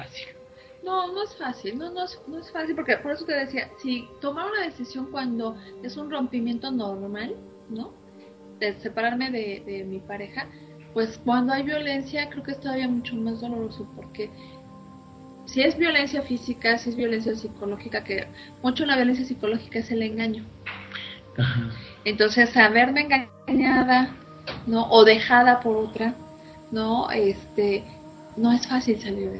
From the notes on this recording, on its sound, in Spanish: Una disculpa por el Audio la transmisión fue remota